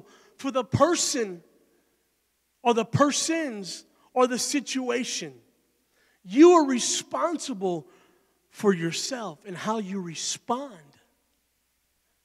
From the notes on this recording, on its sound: Recorded live at Emerging Streams Apostolic Center.